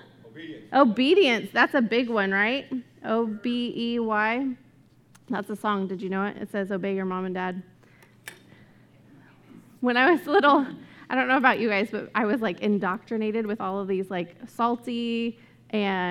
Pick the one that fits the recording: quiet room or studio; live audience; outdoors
live audience